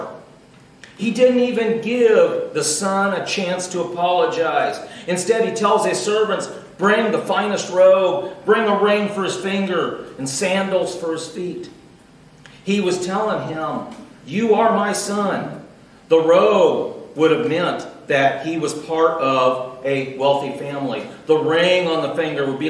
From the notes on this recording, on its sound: Recorded Live June 17th, 2018.